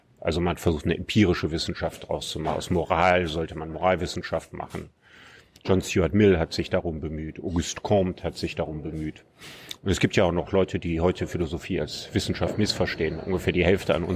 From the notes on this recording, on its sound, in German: Juli in der Berliner Buchhandlung "Ocelot" aufgezeichnet.